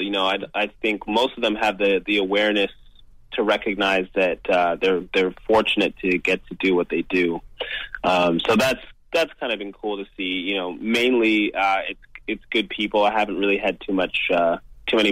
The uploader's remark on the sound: called into our weekly radio show in London